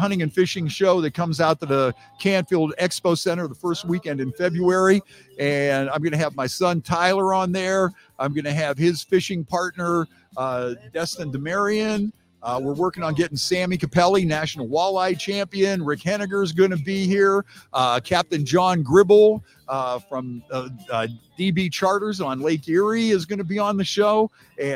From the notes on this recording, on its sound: live from Penguin City Brewing!